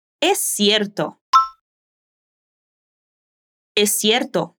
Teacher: si decimos cierto con ese sonido de S, entonces juntamos los sonidos de las dos S en uno. Así, es cierto.